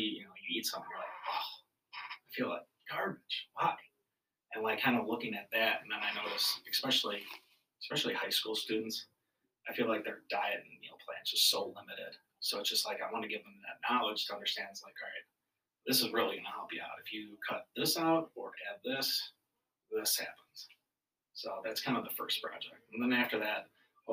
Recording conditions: uneven or low level